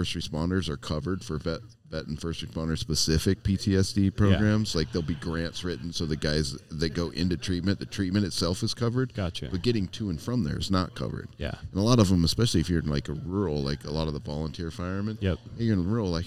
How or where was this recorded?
busy venue